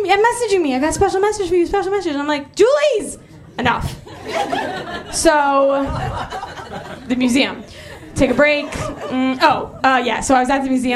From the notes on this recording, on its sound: Here it is: our most recent amazing live show. Exploration: LIVE!